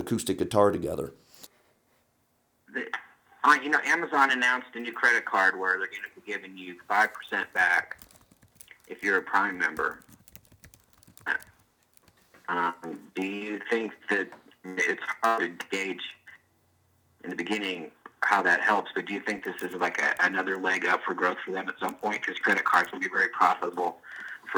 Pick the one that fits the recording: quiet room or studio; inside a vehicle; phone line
phone line